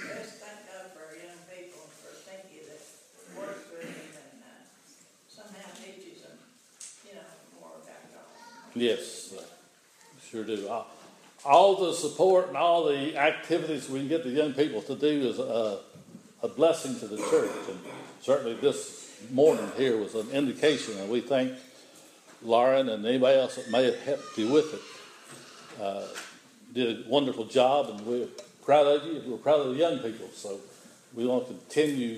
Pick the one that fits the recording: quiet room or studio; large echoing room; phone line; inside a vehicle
large echoing room